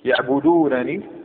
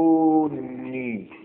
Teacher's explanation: أما الفك فتقول يعبدونني أما الإدغام يعبدونني تدغم النون الرفع في نون الوقاية · Shown in: second take